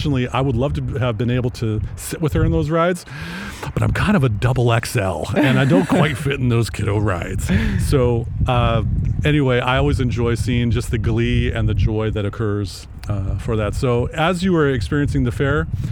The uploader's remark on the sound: out on location at the constantly expanding Waypoint Park to record this episode